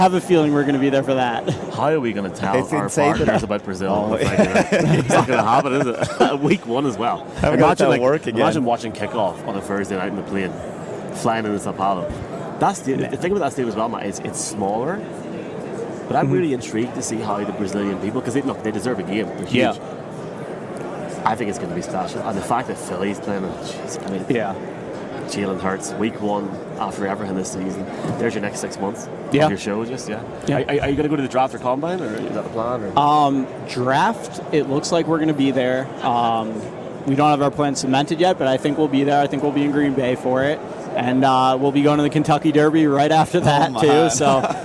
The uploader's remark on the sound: From Radio Row